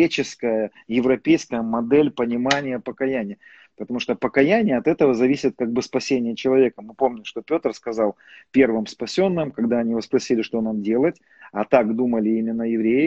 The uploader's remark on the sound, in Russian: Запись первой части прямого эфира из инстаграма